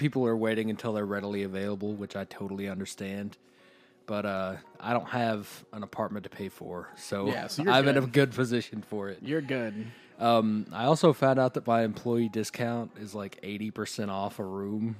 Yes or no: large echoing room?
no